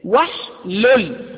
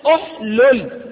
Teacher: في كلمة واحلل احنا اتفقنا ان امر الثلاثي كله همزته همزة وصل، ومع ذلك قلنا ادعو نطقنا الهمزة، وفي اسلك قلنا اسلك نطقنا الهمزة، لكن تعالى في كلمة واحلل عقدة من لساني لما جاءت قبلها الواو لم تنطق الهمزة · Shown in: first take · لما جاءت قبلها الواو لم تنطق الهمزة، لأن ده أمر الثلاثي وحلل، لكن لو بدأت بها سوف أقول أحلل وحلل عقدة من لساني.